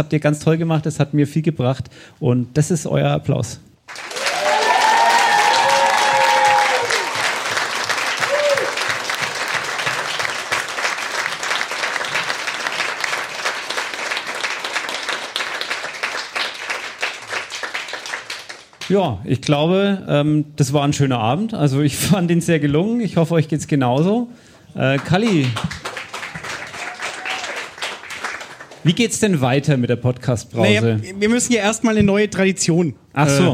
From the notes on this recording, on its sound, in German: Das erste Mal Podcast-Brause live – und dann gleich ein voller Erfolg! In einem ausgebuchten Afterwork.